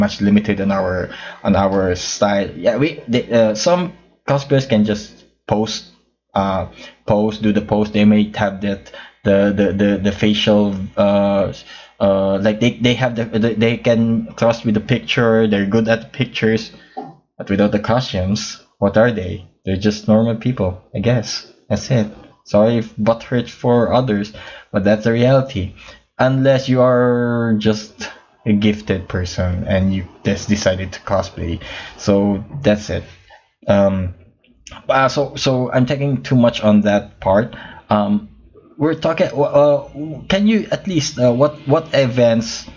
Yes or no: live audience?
no